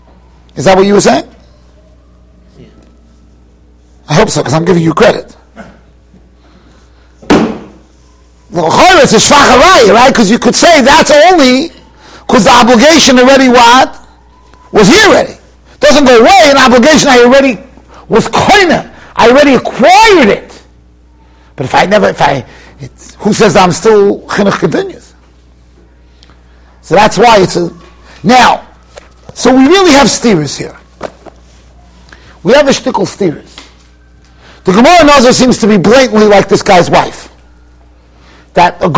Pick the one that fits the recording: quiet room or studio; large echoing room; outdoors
large echoing room